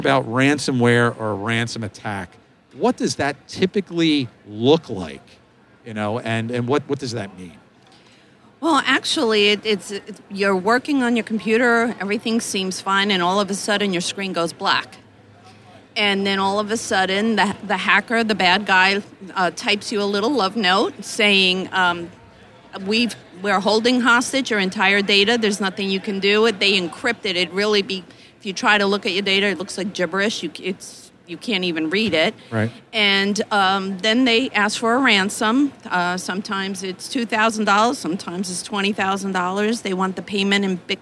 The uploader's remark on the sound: live from the Darby booth at the GNYDM 2019